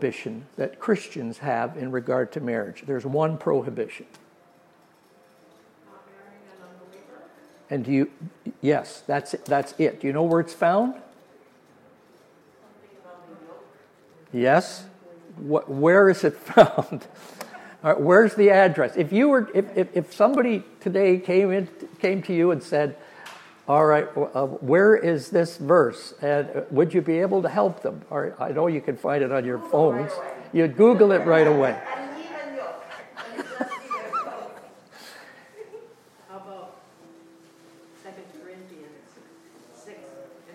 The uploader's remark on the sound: during the adult Sunday School class at Oakridge Bible Chapel.